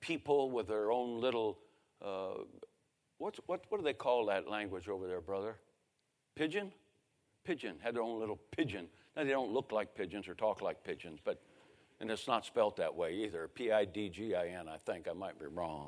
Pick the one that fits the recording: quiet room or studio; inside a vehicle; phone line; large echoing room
large echoing room